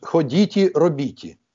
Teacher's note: Калі людзі ў мове сваёй не маюць дзекання-цекання, ну, літаратурны наш стандарт патрабуе, дзеці, а кажуць «ходіці, робіці».